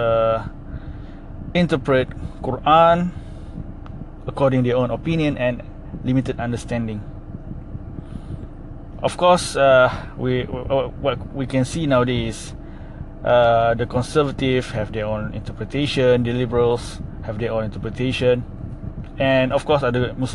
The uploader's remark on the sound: Sorry if my voice seems vibrated a little bit. I'm recording this while walking, since it's late for me to enter office.